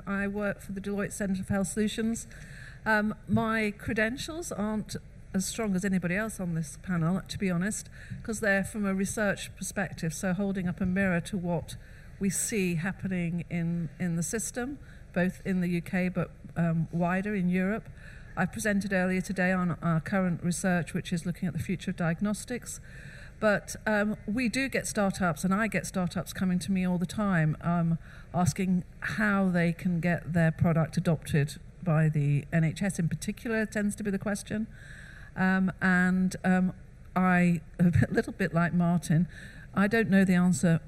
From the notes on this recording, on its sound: Recorded at Med-Tech Innovation Expo 2022